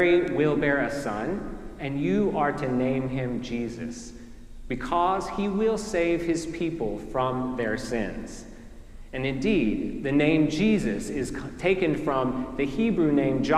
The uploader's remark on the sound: preached at our celebration of the Holy Eucharist on the Feast of the Holy Name.